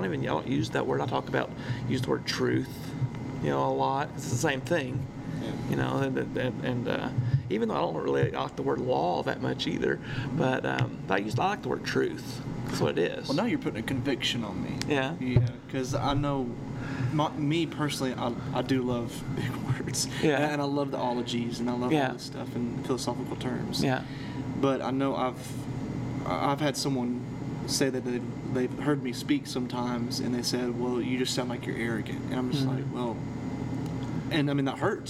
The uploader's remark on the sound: This is the second of two episode recorded while at church camp, so next week all of the distant humming and squeaking sounds will be gone. Despite the intrusive sound, we had a great discussion.